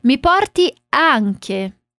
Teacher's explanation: atenção ao anche, com esse som bem aberto